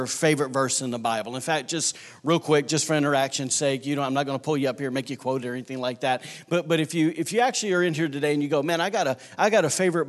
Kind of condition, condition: setting, large echoing room